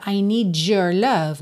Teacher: Aqui seria muito comum uma junção com J · Term: connected speech